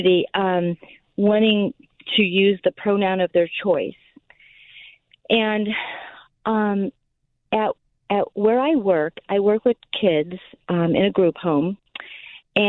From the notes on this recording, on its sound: Open Phone Friday. Takes calls from listeners on any topic they can think of.